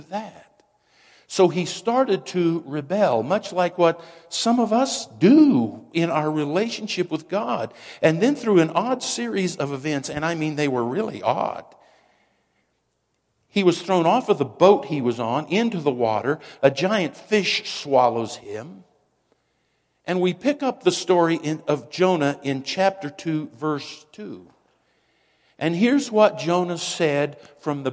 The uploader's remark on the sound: Woodland Life Church Live